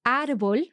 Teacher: this word is stressed in the second last syllable · Term: llanas